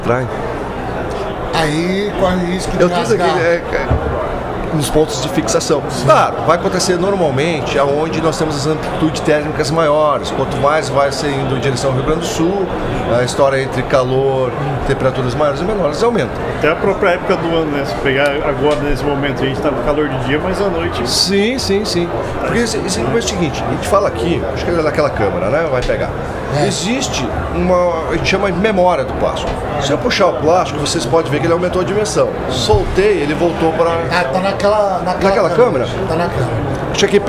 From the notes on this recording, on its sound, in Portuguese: Ao vivo da Hortitec 2023